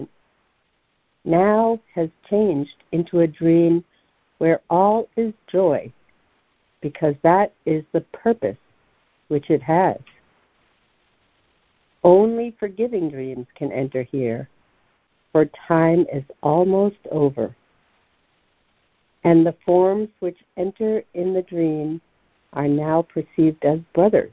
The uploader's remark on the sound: ACIM Daily Conference Call